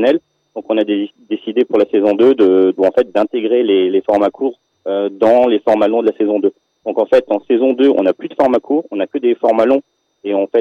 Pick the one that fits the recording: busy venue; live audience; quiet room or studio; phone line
phone line